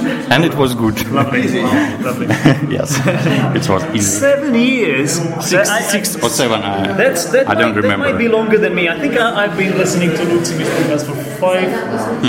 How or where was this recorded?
live audience